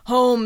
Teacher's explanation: Home, say it slowly, the letter H contributes what's known as a voiceless sound. Let that go, and what's left vibrates from your vocal cords.